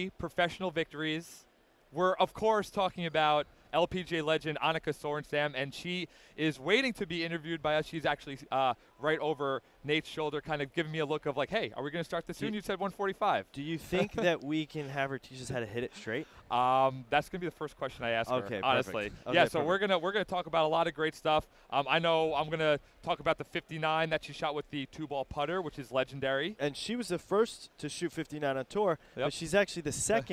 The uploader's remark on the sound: Recorded at the PGA Show in January.